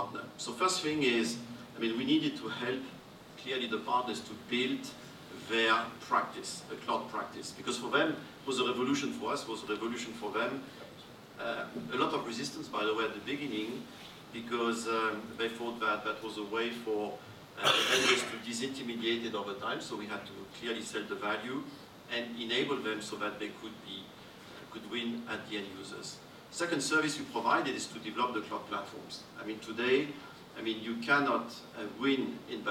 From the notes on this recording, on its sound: This episode was originally recorded live in June at the 2022 GTDC Summit EMEA in Amsterdam. Hosted an interactive discussion with three technology executives.